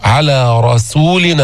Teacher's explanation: السين مرققة مستفلة منفتحة مهموسة